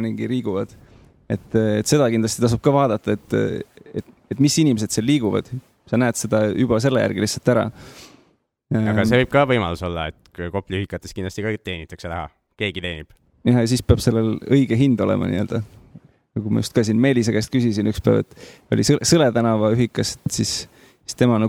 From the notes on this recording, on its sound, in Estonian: Live Cashflow klubis. Kinnisvararaadio esimene Live lindistus toimus 23.10.2012 Radisson Blu hotellis Tallinnas.